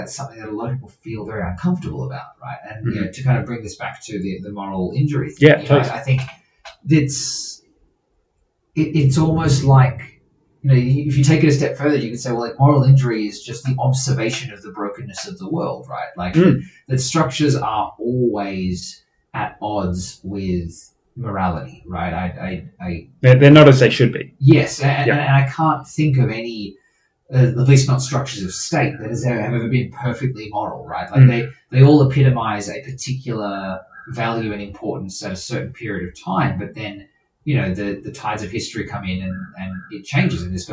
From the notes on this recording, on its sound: The audio on this episode is a whole lot worse than our others. We trailed a different recording setup for a few episodes.